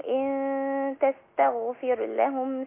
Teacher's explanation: لابد أن أميز همس السين بعد كده همس التاء أو التاء ترقيق التاء وبعد كده تفخيم الغين